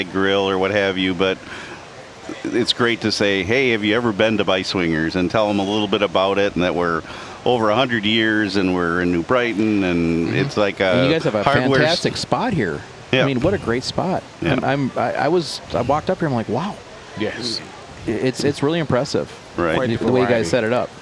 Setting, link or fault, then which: setting, busy venue